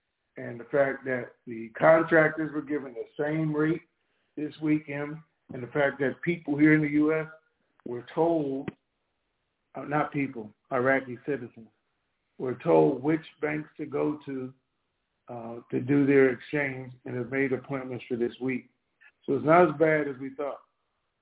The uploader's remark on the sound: TNTSuperfantastic Conference Call.